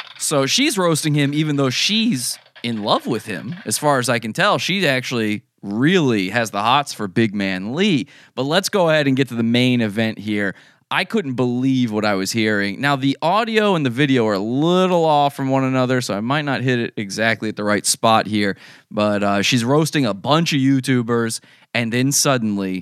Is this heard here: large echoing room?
no